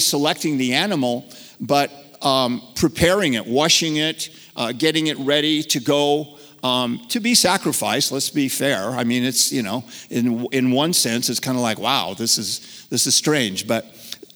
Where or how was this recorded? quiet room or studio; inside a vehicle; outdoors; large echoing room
large echoing room